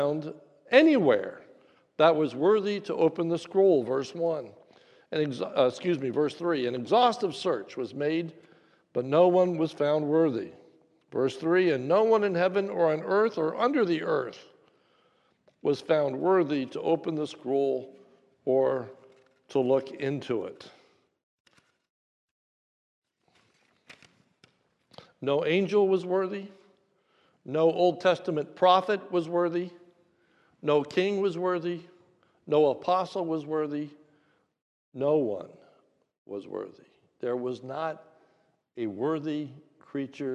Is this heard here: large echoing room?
yes